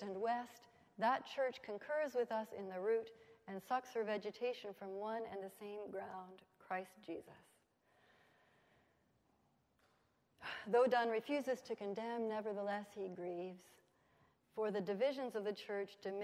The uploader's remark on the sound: at the Wycliffe Centre for Scripture and Theology Fall 2015 Colloquium